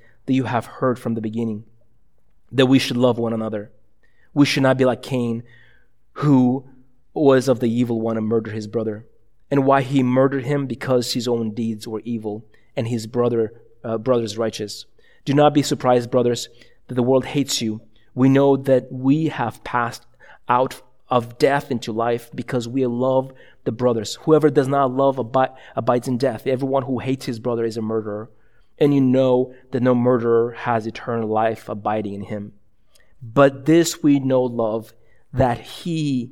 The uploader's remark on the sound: A sermon preached at ILOE Church in Bellevue, WA.